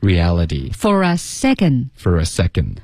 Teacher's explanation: 大家注意没有那个 reality 它那个 t 已经变成了 d 啊